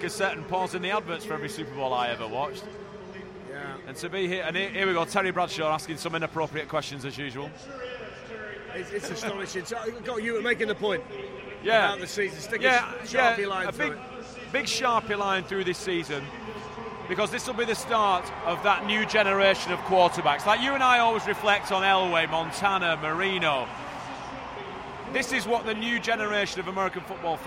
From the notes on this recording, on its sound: Recorded in 4 parts during the Super Bowl between the Kansas City Chiefs & San Francisco 49ers in Miami at the Hard Rock Stadium.